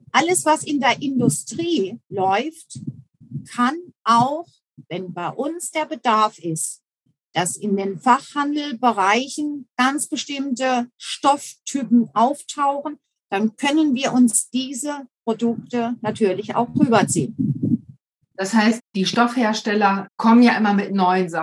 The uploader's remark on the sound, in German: Info zur Klangqualität: Wir hatten bei dieser Aufnahme leider immer wieder technische Probleme, deshalb ist die Qualität nicht so gut wie gewohnt.